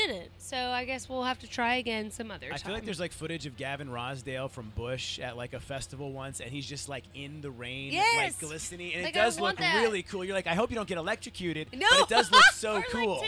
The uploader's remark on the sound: The Mix is live backstage at Lollapalooza 2023!